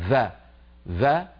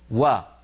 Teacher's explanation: إخواننا الأتراك في لسانهم يخلطون لما ينطقون حرف الواو يخلطونه بالفاء بحرف في · Shown in: first take · مثلا يقولون فا فا، يعني عندهم وا، إذا أرادوا أن يقولوا وا يقولون فا، هذا بالكلام التركي.